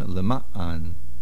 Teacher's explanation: The main accent is on the Mem